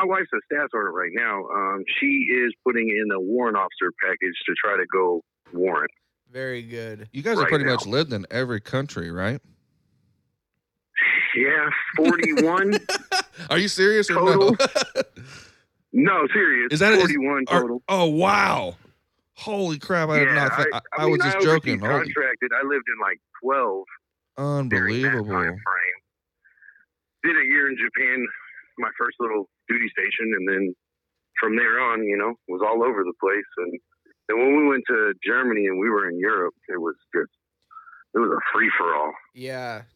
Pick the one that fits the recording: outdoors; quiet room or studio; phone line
phone line